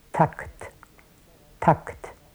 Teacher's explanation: Dann kommt eine Pause von 50 Millisekunden, bevor das A überhaupt zu hören ist. Das A ist sehr lang, das ist ungefähr 150 bis 200 Millisekunden lang. Und dann kommen dicht hintereinander das K und das T, also die beiden auslautenden Explosivlaute.